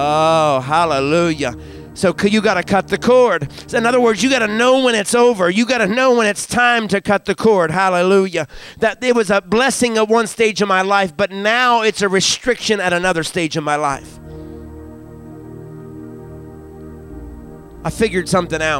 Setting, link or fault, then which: setting, large echoing room